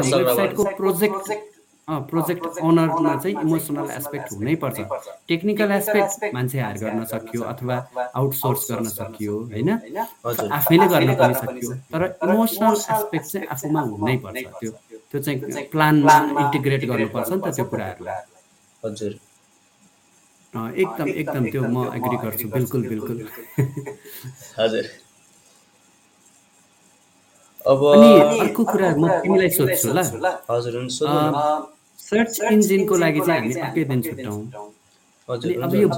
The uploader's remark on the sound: Apologies for the sound quality!